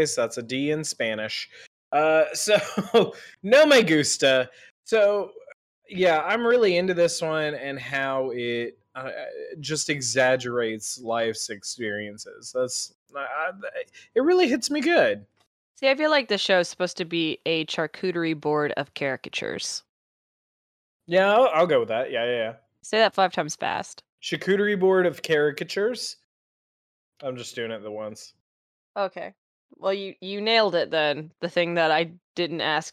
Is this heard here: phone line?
no